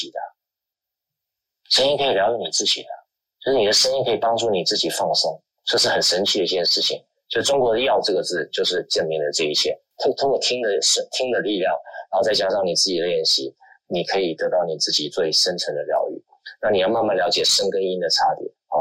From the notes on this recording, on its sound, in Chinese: 於clubhouse上演說並現場錄音。現場錄音，原先只存檔用並無公開，音質上請多多包涵。